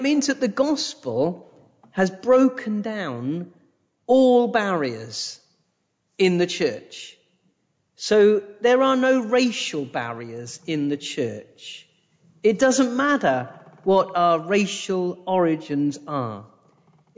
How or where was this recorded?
large echoing room